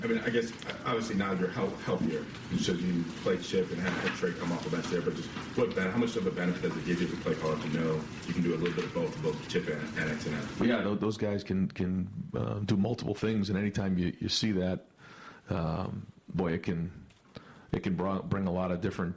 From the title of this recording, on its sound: Tuesday Press Conference